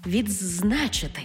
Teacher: У слові «відзначити» «д» переходить у «дз»